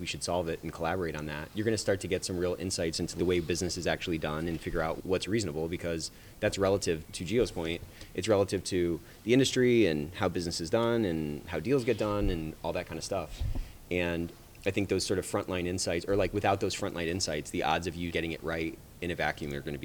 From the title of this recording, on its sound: Live at ECI